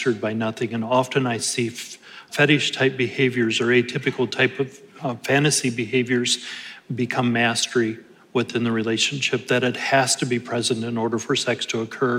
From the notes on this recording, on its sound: In this special Live Q&A episode from Reclaim 2022